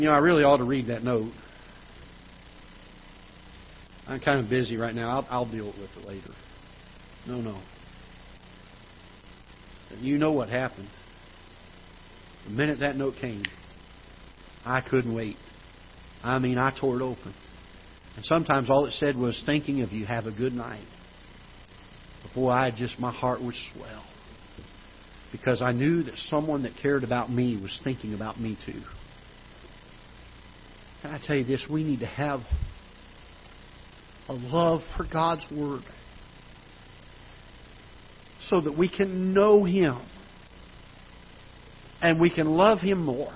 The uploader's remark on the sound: Ketha Heights Baptist Church ~ Live Broadcast